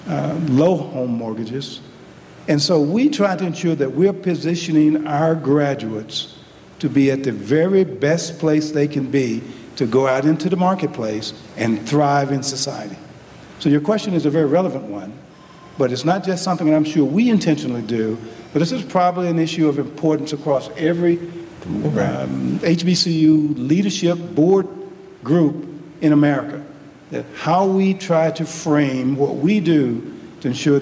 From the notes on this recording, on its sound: recorded live on June 16th, 2022 as part of the first Asheville Ideas Festival